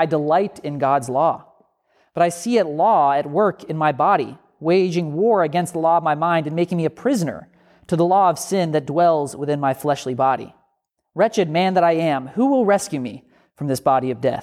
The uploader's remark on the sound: A sermon from Grifton United Methodist Church